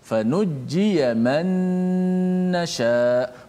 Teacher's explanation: Maka suara gunah tu kena panjangkan.